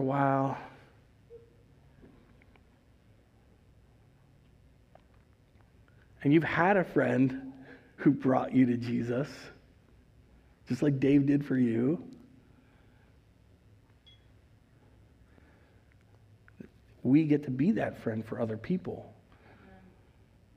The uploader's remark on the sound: Recorded live at Word of Life Church in Le Sueur, Minnesota on January 30th, 2022